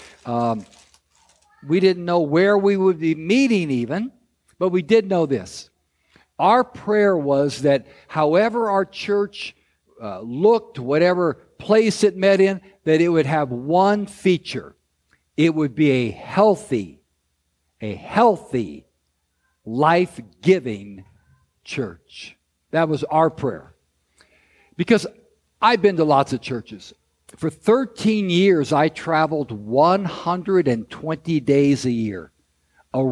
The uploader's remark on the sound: This episode is a recording of Christ Street Fellowship's 10th anniversary service.